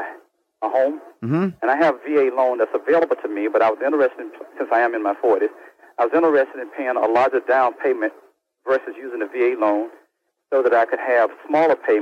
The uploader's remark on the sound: Financial planning call-in show.